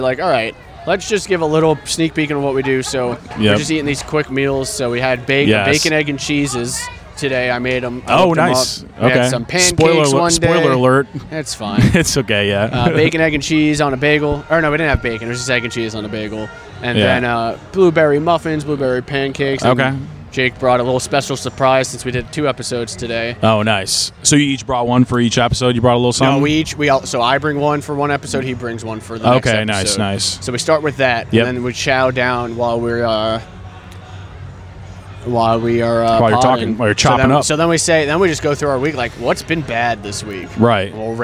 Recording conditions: outdoors